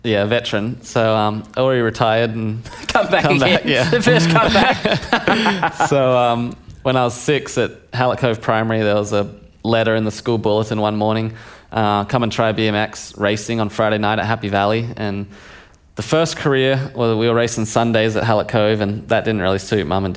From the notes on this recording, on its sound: Which was recorded in front of a live audience (a first for the Howie Games).